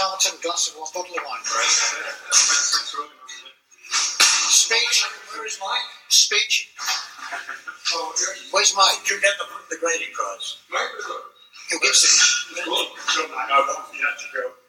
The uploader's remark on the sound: This is the private and unedited record of the Social Chess evening of a club famed for its good atmosphere. I have produced this semi-audible record of snatches of the highlights of the evening. As my recordings took place during pauses between rounds, the background noises completed with my audio notes.